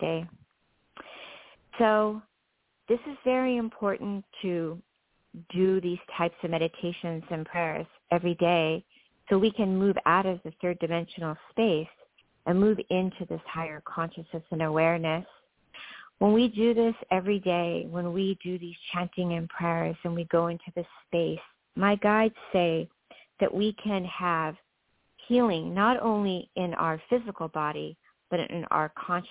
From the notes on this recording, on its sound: THIS SHOW WAS PREVIOUSLY RECORDED. Previously recorded callers.